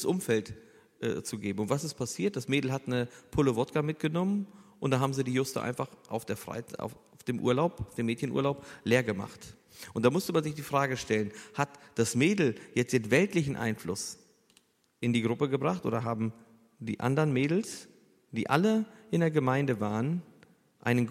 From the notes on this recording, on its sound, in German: Eine Frage aus unserem Q&A Abend.